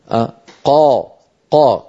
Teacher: الصوت قد استعلى إلى أعلى الفم ولكنه لم ينطبق